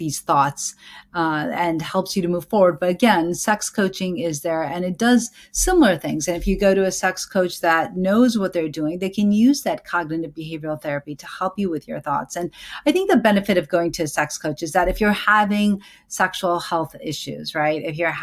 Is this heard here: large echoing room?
no